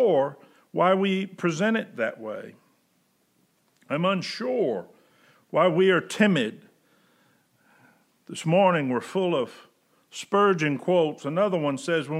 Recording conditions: large echoing room